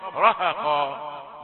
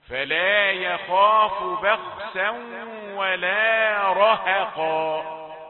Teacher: طيب را ها قا قابلتنا قبل ذلك، را مفخمة، ها مرققة، قاف مفخمة · Shown in: second take